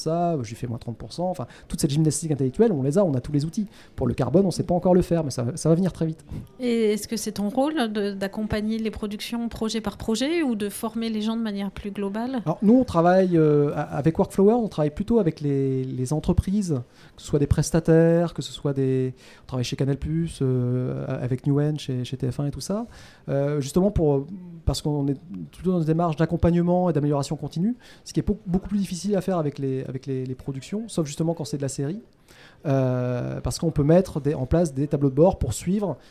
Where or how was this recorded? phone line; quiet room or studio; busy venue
busy venue